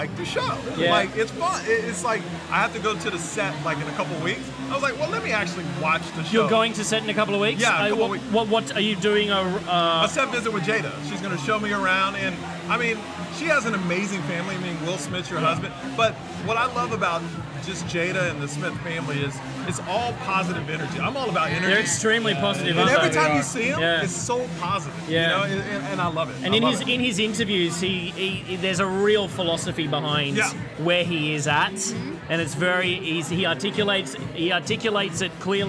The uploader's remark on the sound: live from the 2011 MTV Movie Awards Gift Suite